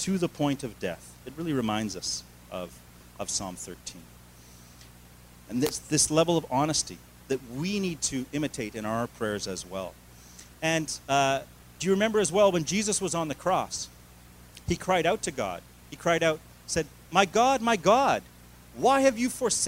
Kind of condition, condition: setting, large echoing room